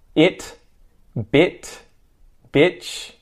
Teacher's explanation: I is a very short one. The sides of your mouth staying close together.